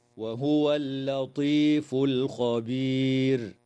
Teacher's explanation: قوله تعالى: وهو اللطيف الخبير، يراعى ترقيق اللام في كلمتي اللطيف والخبير، وتنتهي الآية اتفاقا عند كلمة الخبير، والوقف عليها من قبيل الوقف التام مع وجوب تفخيم الراء حال الوقف على كلمة الخبير لسكونها بعد ياء ساكنة